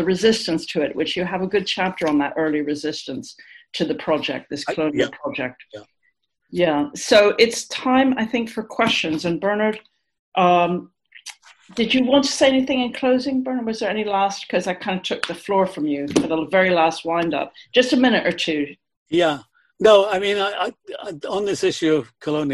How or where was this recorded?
video call